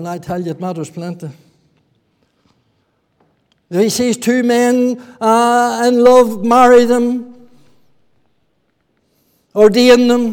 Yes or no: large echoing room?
yes